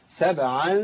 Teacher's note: نقلق الباء قلقلة بإمالة قليلة إلى الفتح